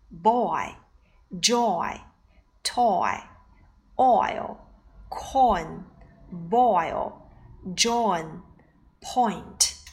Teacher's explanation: o 音要发足，然后滑向 i 音时，i 音既短又弱，双唇由圆到扁，口型从张开到半合拢 · Term: 双元音，oi